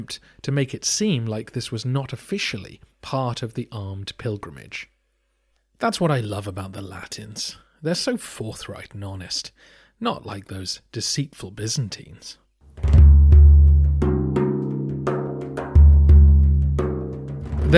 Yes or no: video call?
no